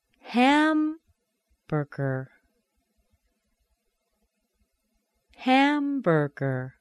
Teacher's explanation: The R sound in the br and the gr, they both are a schwa connected to an R, so they're very weak.